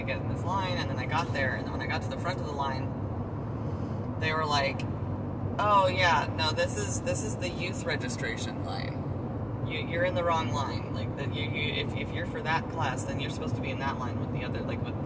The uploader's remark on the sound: This is the first episode with a guest! Its just me and one of my parents talking while driving somewhere.